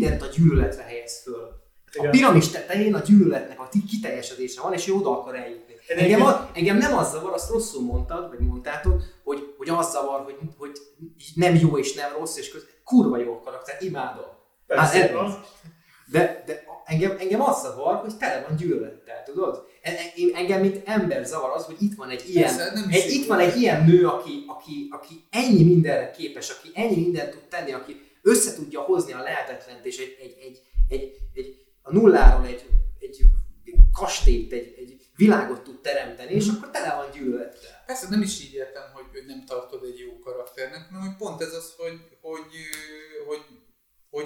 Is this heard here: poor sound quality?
yes